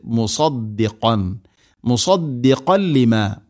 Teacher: മുസദ്ദിഖൻ സാദാണ് സീനാക്കി ഉച്ചരിക്കരുത്